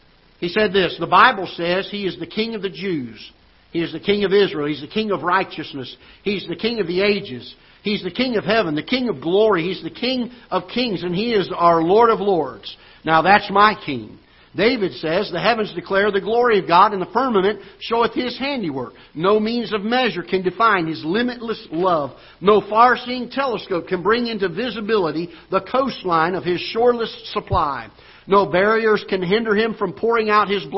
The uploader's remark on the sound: Ketha Heights Baptist Church ~ Live Broadcast